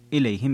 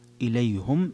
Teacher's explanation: إليهم قرأ الجمهور إليهم بهذه اللفظة، أما حمزة ويعقوب فقط فقرأ إليهم بضم الهاء · Shown in: second take